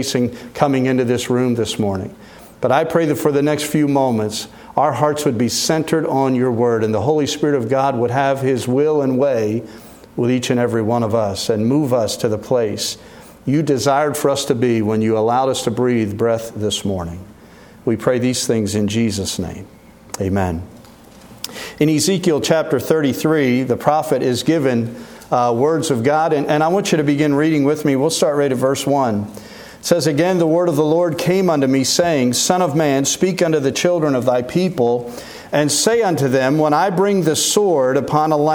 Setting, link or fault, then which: setting, large echoing room